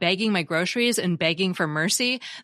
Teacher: when I talk about bagging my groceries and begging for mercy, the words sound the same